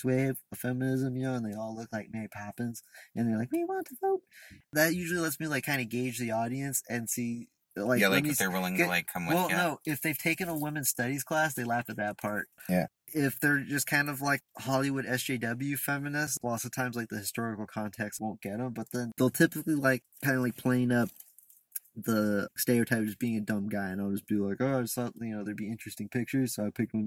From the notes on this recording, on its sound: Recorded in the Sycamore tavern parking lot. Also, someone hits the car we're in while recording the podcast.